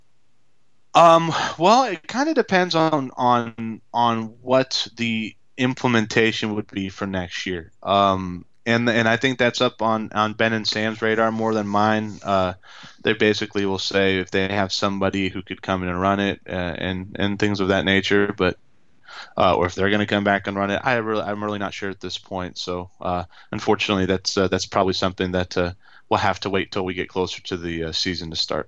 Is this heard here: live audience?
no